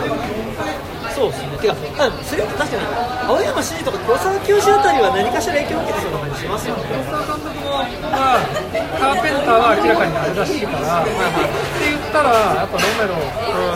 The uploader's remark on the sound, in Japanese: 居酒屋での録音のため雑音がかなり入っています